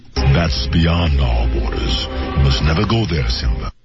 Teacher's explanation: 他那个 must 几乎听不到。